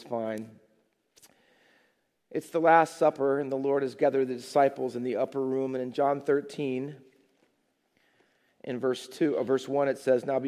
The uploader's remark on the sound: Faith Baptist Church in Hamilton, NJ.